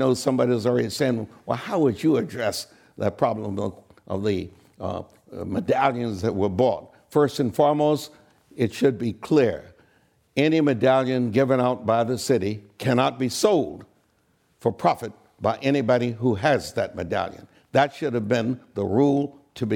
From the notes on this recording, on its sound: This program was recorded in front of a live audience at The Commonwealth Club in San Francisco, California on May 2nd, 2019.